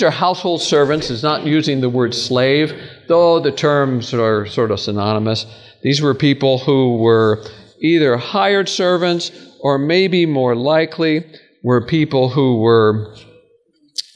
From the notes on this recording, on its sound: Welcome to the 2023 Michigan Conference Camp Meeting.